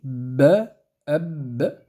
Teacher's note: فالباء تخرج بانطباق الشفتين